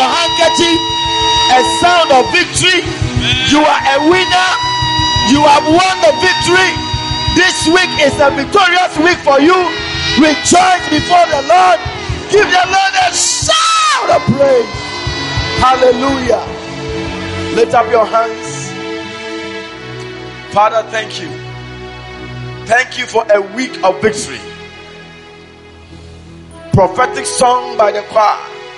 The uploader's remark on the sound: Preached at the Spiritual Encounter Service